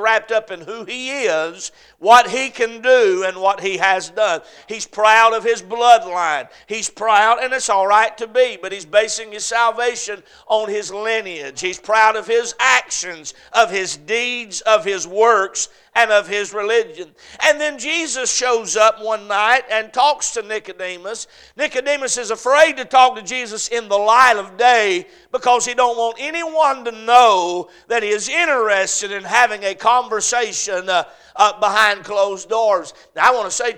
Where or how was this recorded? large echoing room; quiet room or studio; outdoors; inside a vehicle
large echoing room